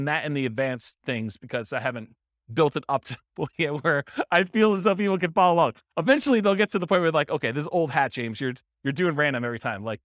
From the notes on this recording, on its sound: Sterling Heights, Michigan. This was a live class recorded.